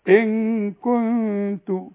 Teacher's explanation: كلمة إن كنت دي ما تقولش إن كنت، شوف كنت، أنا حدي الكاف التشكيل بتاعها الضمة كو، وبعدين أرقق الغنة عشان بعدها أقول إيه، إن كنت، إن مش كنت، في فرق، إن كنت.